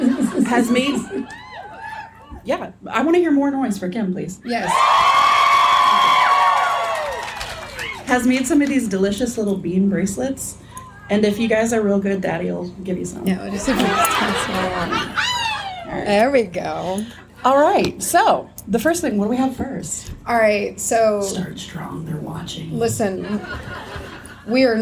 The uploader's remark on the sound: Pyromorphite and Pigeons LIVE at Anahata's Purpose '22. We're still on the road travelin' home from Pennsylvania, so we're releasing our live show from Anahata's Purpose!